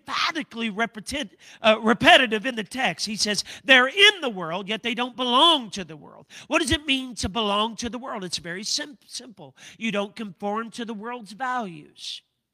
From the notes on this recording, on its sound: a service recording from Connect Point UPC